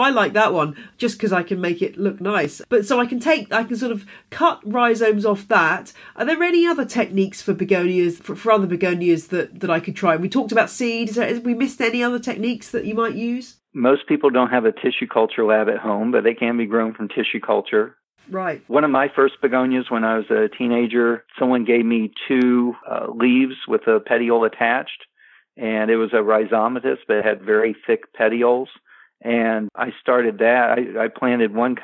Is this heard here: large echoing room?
no